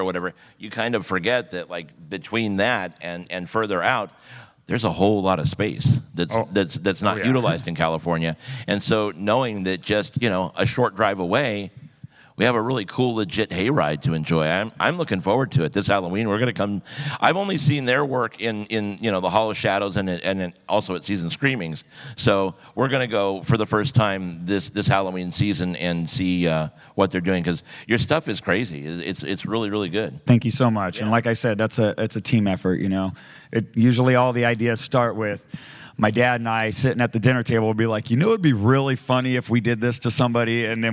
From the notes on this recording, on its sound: This presentation was recorded live during Midsummer Scream.